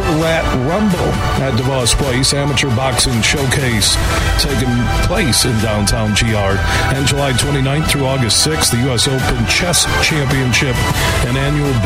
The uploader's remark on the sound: It's the final day of us broadcasting live from the Blythefield Country Club which is home to the Meijer LPGA Classic for Simply Give.